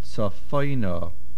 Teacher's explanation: The stress is on the fey.